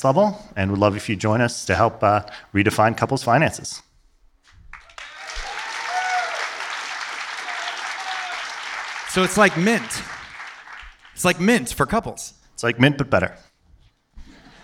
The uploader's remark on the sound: At The Pitch’s first-ever live show.